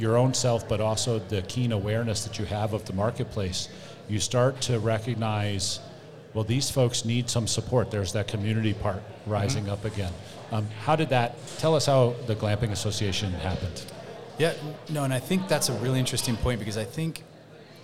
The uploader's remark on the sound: Go live in the Student Center at Regis University with a special guest.